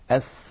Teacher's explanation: هذه الثاء لو لاحظتم يتدفق معها هواء، فهي حرف مهموس لأنها من حروف سكت فحثه شخص، وهي حرف رخو يعني يجري معه الصوت · Term: الرخاوة